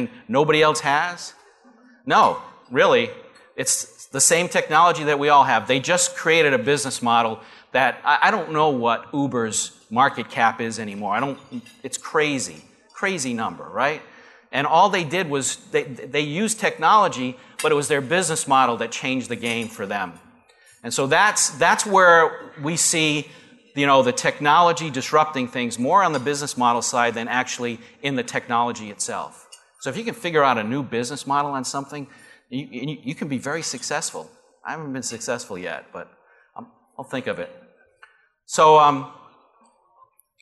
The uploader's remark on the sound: Live Broadcast at the The IPBC IGNITE Conference.